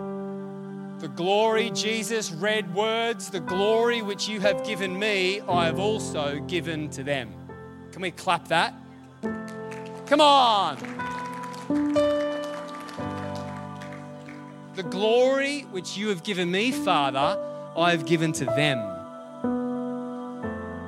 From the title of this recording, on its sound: LIVE at Echo Church